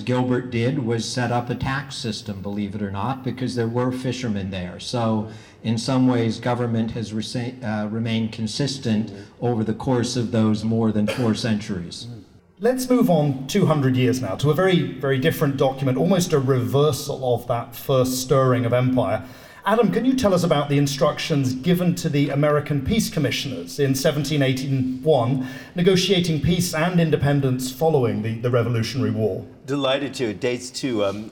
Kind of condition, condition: setting, busy venue